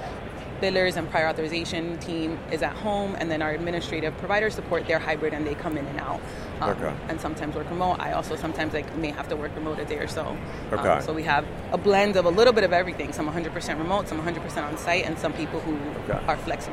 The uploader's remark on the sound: Live from Boston. This week we're in Boston at the MGMA Medical Practice Excellence Leaders Conference.